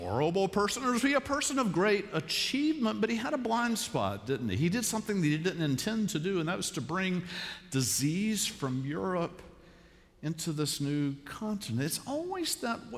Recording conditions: large echoing room